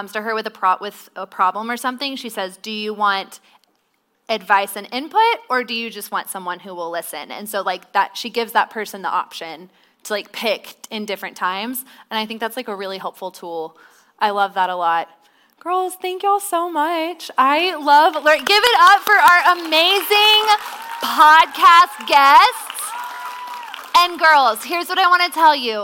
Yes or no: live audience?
yes